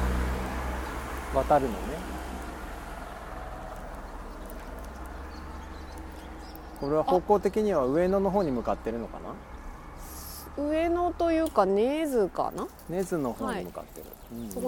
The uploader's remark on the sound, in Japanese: 谷根千。今回のことほぎラジオは2人でまちを歩きながら録りました。